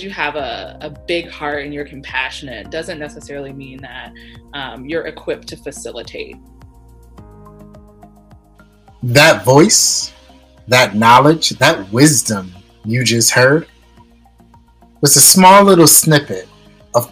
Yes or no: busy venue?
no